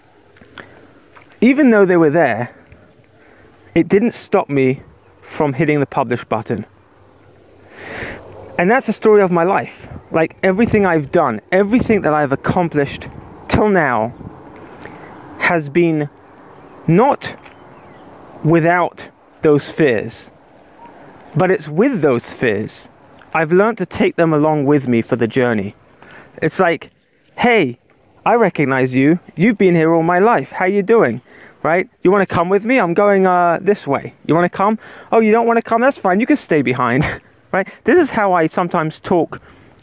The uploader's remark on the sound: record it while walking in the park